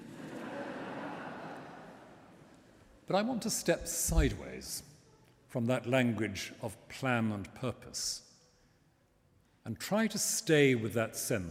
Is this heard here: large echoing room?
yes